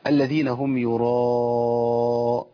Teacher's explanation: مد متصل واجب، المد اربع حركات